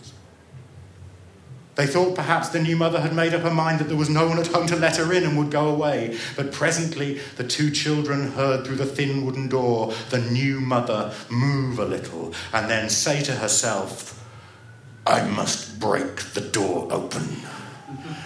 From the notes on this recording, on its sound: The third of three recordings from our Tragic Christmas live event which took place at the Dogstar in Brixton on the 12th December.